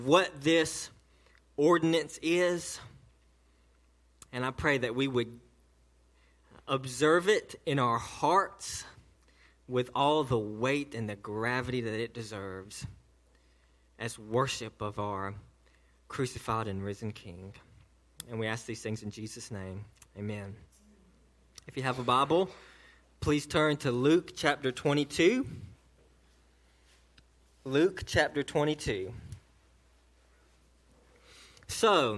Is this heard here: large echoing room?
yes